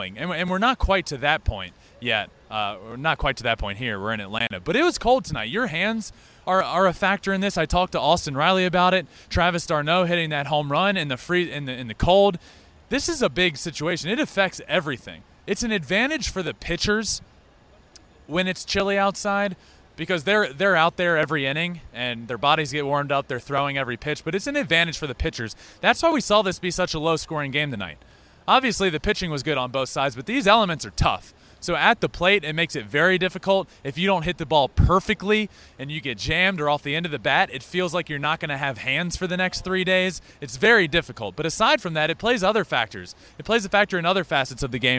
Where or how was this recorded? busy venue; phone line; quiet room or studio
busy venue